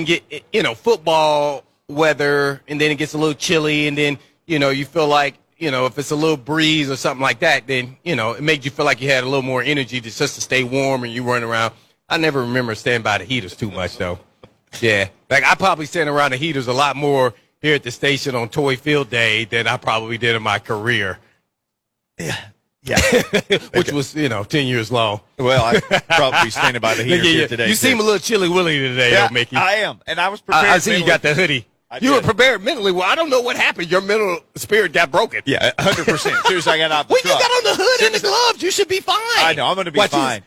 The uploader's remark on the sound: Live at Toy Field in Nissan Stadium